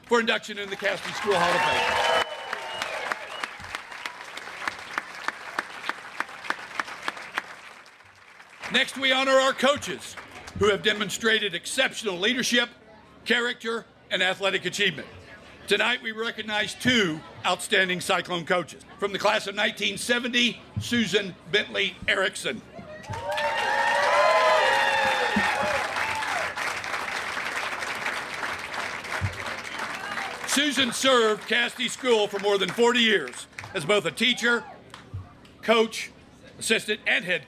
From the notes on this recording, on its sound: An audio recording of Casady School's 2021 Athletic Hall of Fame Induction, which took place on October 22, 2021.